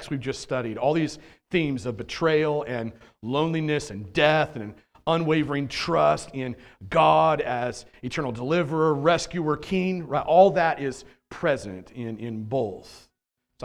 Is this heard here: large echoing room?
yes